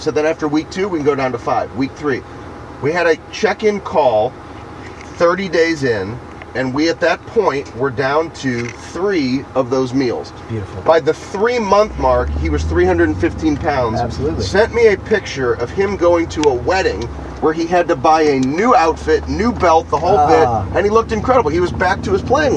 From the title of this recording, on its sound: Two Coaches in a Benz